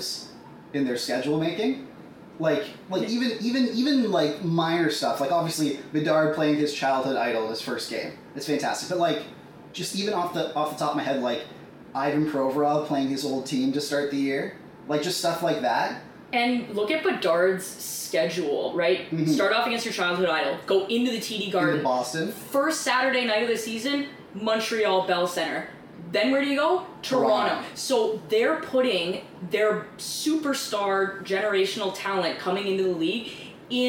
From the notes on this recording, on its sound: Apologies for the bad audio on this episode, we had some hiccups with the new microphones